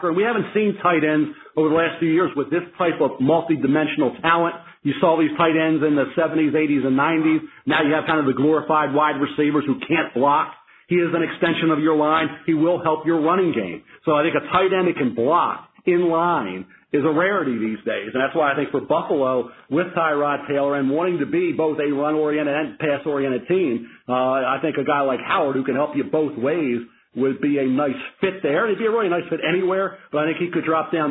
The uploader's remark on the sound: NFL Draft Conference Call. In a conference call.